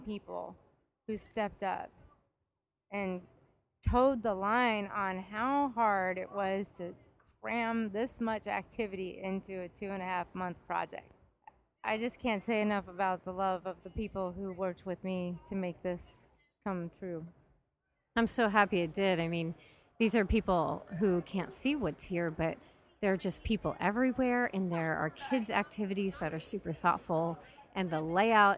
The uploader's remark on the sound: Voices from the Columbus, OH VeganFest! Hear from the organizer and from people who attended--kids included.